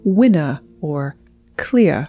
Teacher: transatlantic speakers drop the R at the end of a word, like winner or clear. · Term: lack of rhoticity